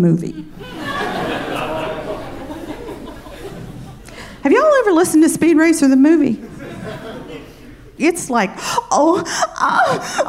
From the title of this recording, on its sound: Live From San Fran 2016